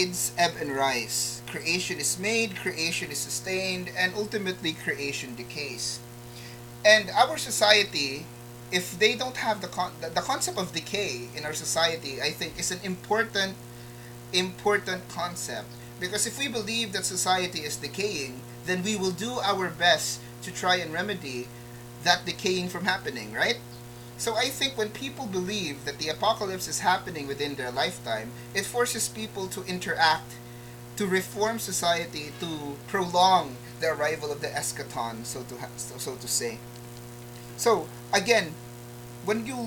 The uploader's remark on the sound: Apologies in advance for the audio static.